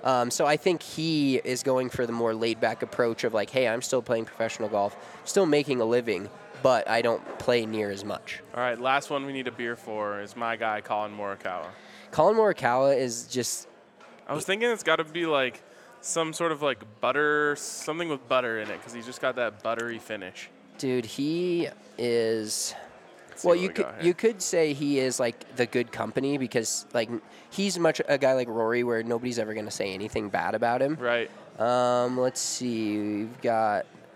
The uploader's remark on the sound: LIVE from the Farm House. A live episode of Big Drive Energy from the Breckenridge Farm House.